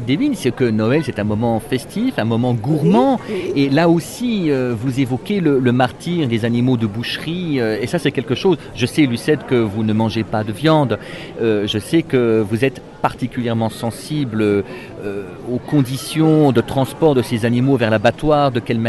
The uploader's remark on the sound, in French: enregistré en avril 2015 à la Fête du Livre d’Autun